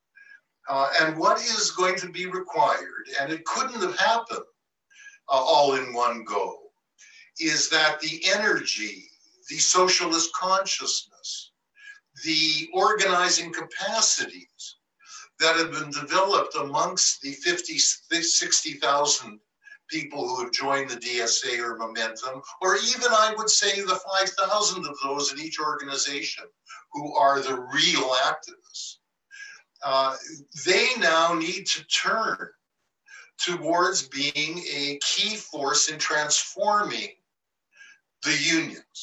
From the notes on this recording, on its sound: Recording of TWT and Verso's Zoom call